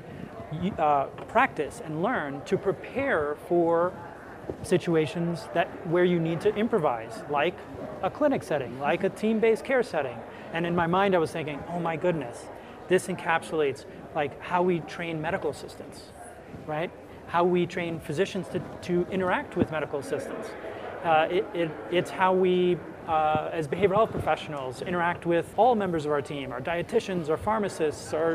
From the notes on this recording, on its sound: The CFHA Podcast team, live from the 2019 CFHA conference in Denver, CO!